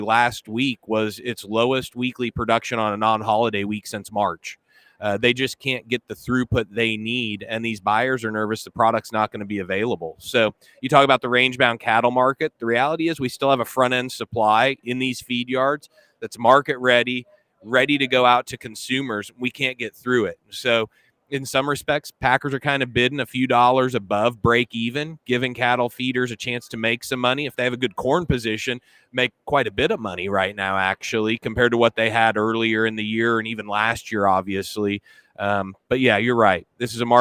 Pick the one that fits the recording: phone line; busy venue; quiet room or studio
busy venue